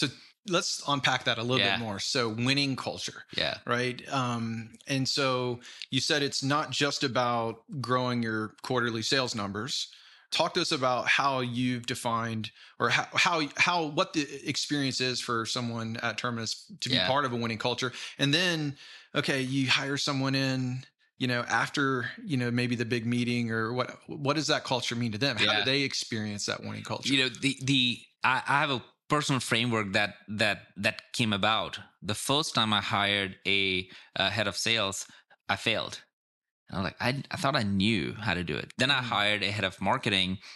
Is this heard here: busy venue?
no